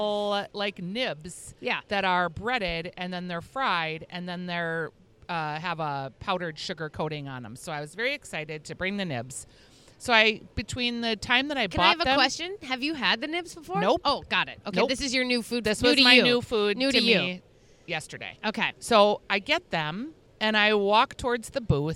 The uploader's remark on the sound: Live from a Yellow Picnic Table and Feeling Every Minute of It! The Ball Park beer stand.